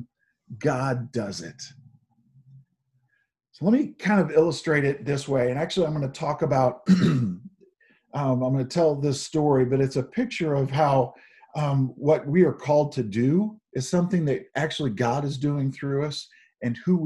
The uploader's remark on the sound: Zoom Sunday